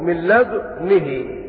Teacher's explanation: قرأها بإشمام الدال إشارة إلى ضم الدال